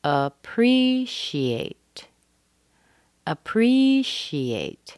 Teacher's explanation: we start with a schwa. The next word, the next syllable, is a primary stress. It has an E sound, a pre, a pre.